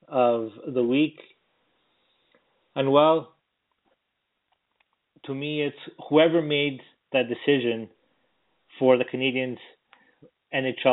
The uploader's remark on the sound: we take your phone calls